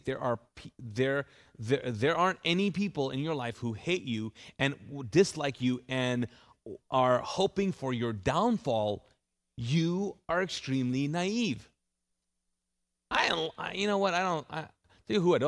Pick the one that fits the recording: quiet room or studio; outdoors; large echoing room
large echoing room